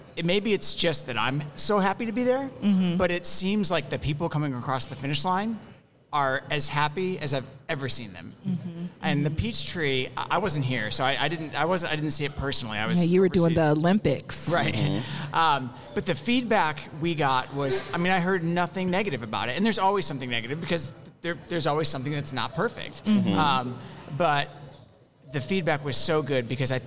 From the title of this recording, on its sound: LIVE from Run Social Atlanta Day Party